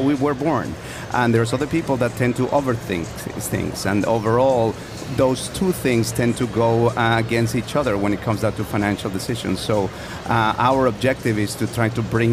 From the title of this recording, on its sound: Live from Schwab Impact 2017 in Chicago